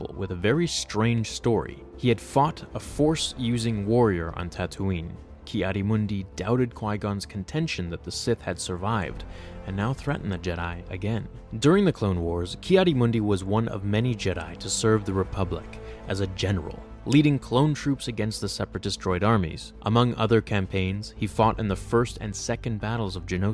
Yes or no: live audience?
no